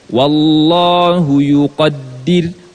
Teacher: Atau Allah Allahu terdengar o Allah mestinya a tipis kan mestinya wallahu yuqaddir.